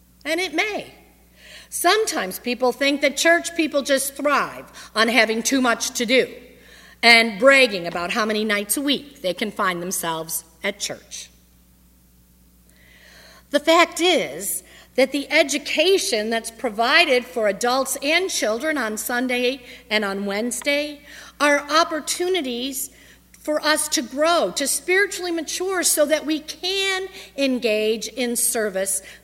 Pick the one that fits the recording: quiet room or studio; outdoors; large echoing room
large echoing room